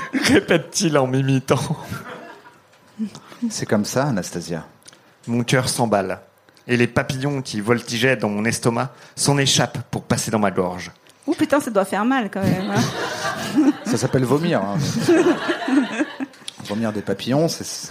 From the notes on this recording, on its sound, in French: en public au Charlie et sa bière à deux balles